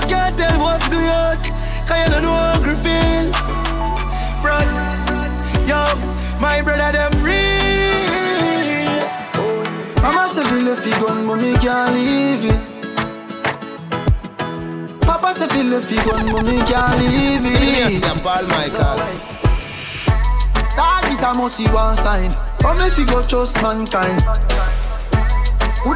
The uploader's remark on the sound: A live audio recording of my set at Island Saturdays on May 27th.